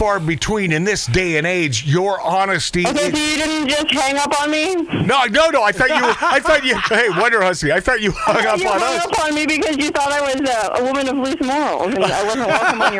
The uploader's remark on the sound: The Phone call from Death Valley